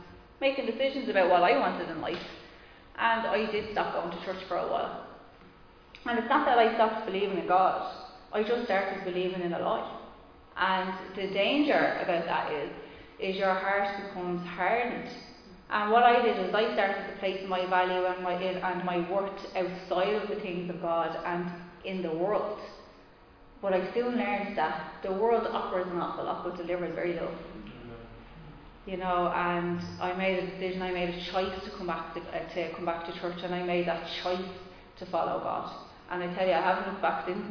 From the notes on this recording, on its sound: Recorded live in Liberty Church on 29 August 2021